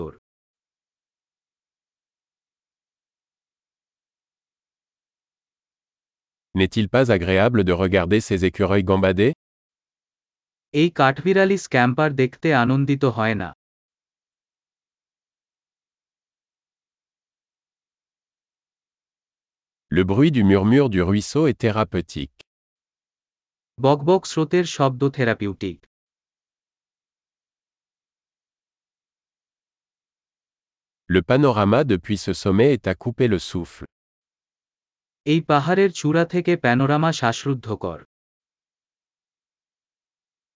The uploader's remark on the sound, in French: Le bruit du murmure du ruisseau est thérapeutique.